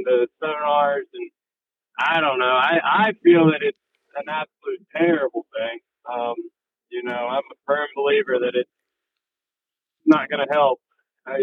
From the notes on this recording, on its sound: Calls in for this podcast while driving to an offshore tournament in North Carolina.